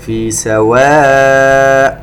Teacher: مد متصل يمد بمقدار أربع حركات